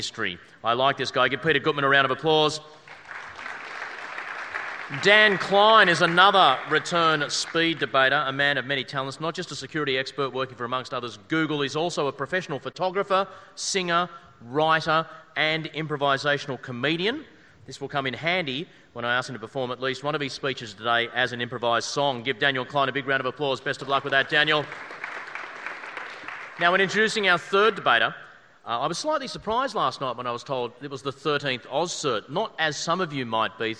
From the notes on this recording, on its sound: A recording of the AusCERT speed debate. There was a hell of a panel like always.